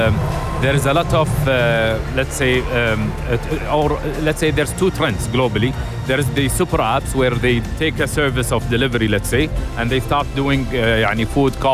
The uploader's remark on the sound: Live from SEF 2024.